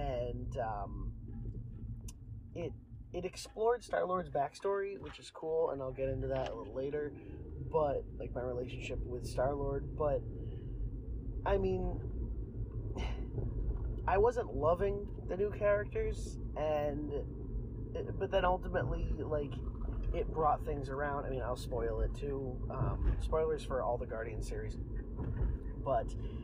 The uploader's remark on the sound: I struggled with this audio a LOT. I wanted to make a fun intro and outro, but every time the audio would mess up again.